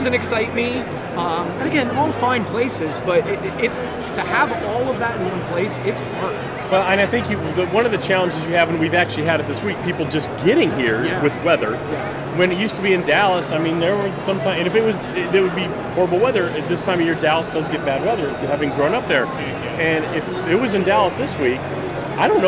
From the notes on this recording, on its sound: Live from PPAI Expo! Live from BamBams booth at the PPAI Expo in Las Vegas.